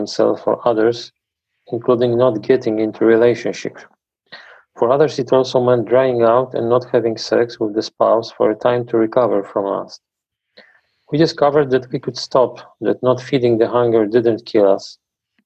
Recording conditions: video call